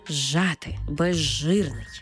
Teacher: У словах «зжати» та «безжирний», де «з» – свистячий, «ж» – шиплячий, разом ми їх читаємо як «ж». Тобто «з» перетворюється на «ж» і маємо цей подовжений звук «ж»